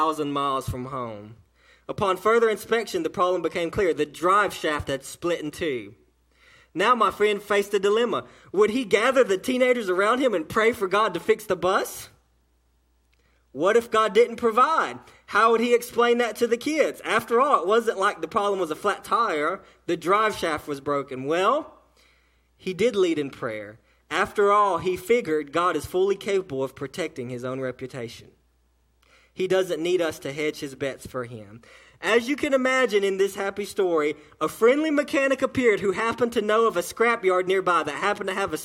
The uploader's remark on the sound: A message delivered to Cottondale Baptist Church in Eastman, GA.